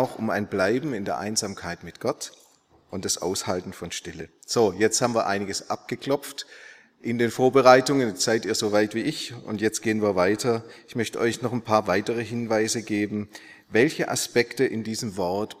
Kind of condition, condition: setting, large echoing room